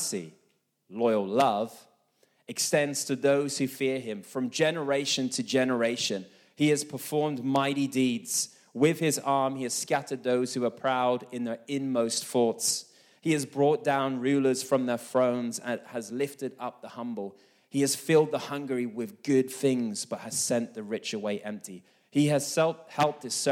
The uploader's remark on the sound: This message was recorded live at our Malmö Gathering on Sunday, May 21st, 2023.